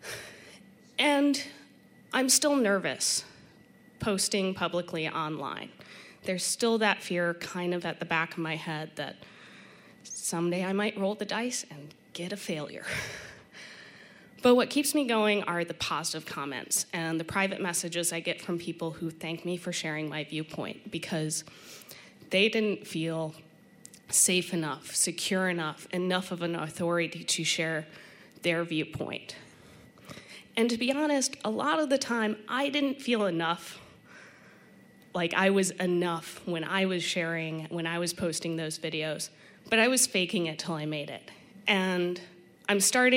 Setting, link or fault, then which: setting, live audience